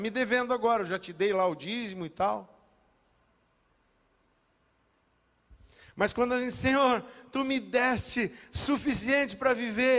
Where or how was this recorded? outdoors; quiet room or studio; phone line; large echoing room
large echoing room